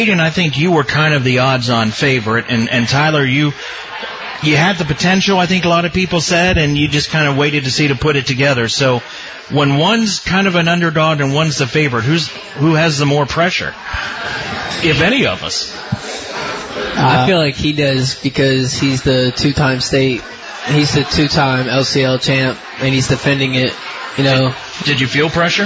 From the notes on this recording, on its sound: broadcast live from Shipp Brothers Brewing in downtown Newark